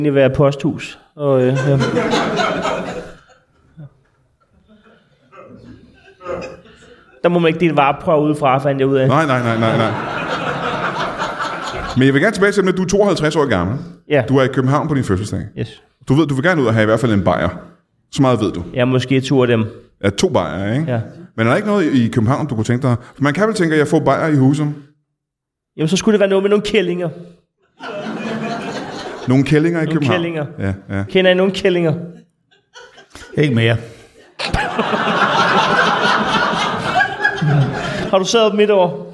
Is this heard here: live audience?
yes